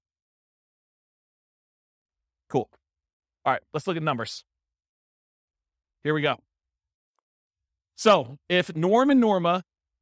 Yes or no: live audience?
yes